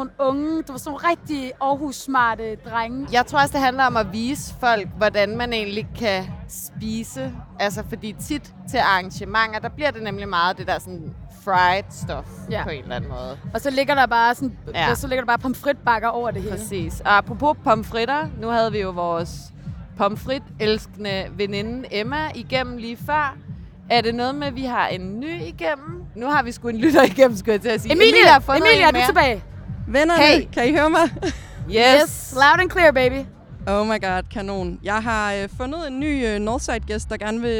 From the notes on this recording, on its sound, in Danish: talt med glade festivalgæster